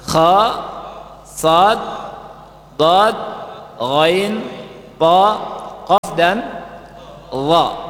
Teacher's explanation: Jadi 7 huruf isti'la. Dan huruf isti'la ini hurufnya dibaca tebal